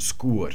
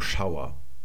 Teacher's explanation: Und dieser Schau hier mit dem Regengoss, das wäre dann im Althochdeutschen Skur, da käme das her, mit dem langen U und das wird dann eben in der Neuhochdeutschen Diphthongierung zu Schauer